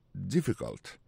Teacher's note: On a remarqué que l'accent tombé sur le premier syllabe.